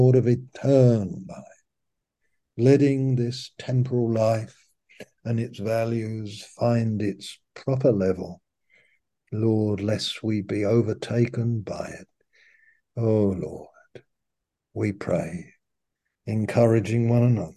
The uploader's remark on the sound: Malaysia Meets (Zoom)